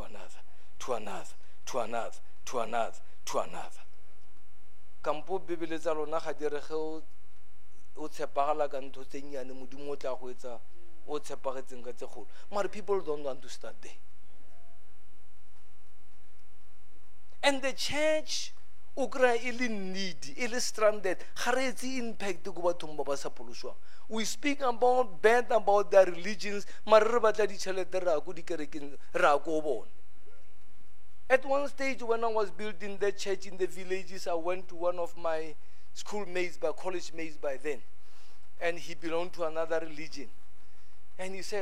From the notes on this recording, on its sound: at God's Tabernacle Christian Family Church's Men's Conference service on the 21th of March 2023